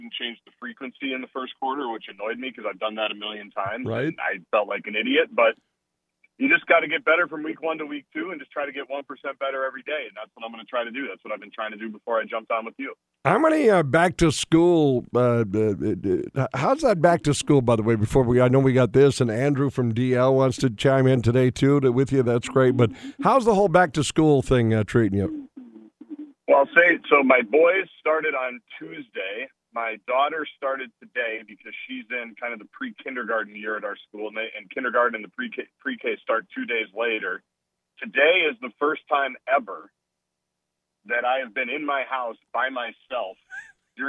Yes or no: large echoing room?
no